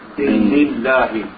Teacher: And Dinil. So the noon and the lam connect.